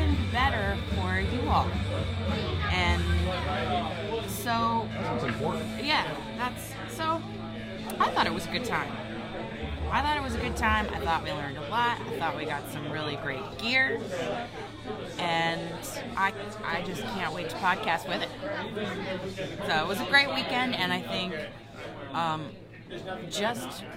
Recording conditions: busy venue